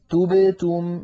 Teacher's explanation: توبتم لابد من ضم الشفتين عند التاءين وعدم ضمهما عند الباء الساكنة التي بينهما